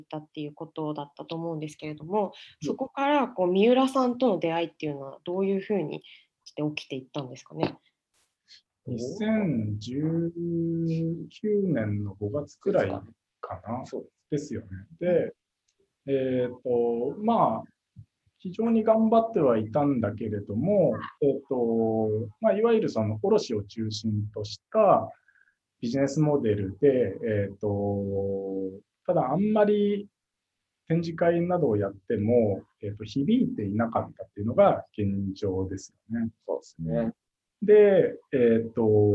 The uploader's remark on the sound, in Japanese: Zoom を使用して収録されました。